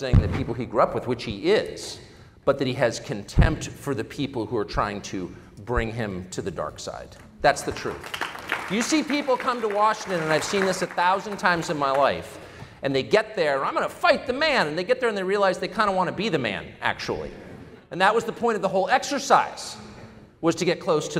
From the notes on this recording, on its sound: keynote address from our 2023 Cleveland Celebration Gala